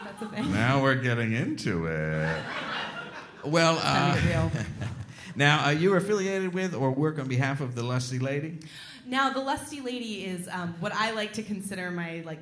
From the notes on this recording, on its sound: A fantastic live show direct from the 14th Annual SF Sketchfest.